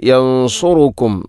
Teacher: യൻസുറുക്കും എന്നതിൽ ഇഖ്ഫാവും ബിഗുന്നയുണ്ട്, സുക്കൂനുള്ള നൂനിന് ശേഷം സ്വാദ്. അവിടെയും ശ്രദ്ധിക്കണം, യൻസുറുക്കും സ്വാദാണ്.